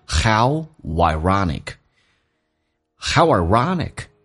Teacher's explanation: How 跟 ironic 可以中间有一个连音，加一个 W 在里面，叫 Howironic， Howironic，很讽刺。